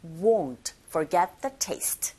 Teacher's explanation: 아니요, 다릅니다. 입을 동그랗게 한 상태에서 won't. 그러면서 은 사운드 내주셔야 되는데 강한 것이 아니라 약하게. 그래서 won't forget the taste.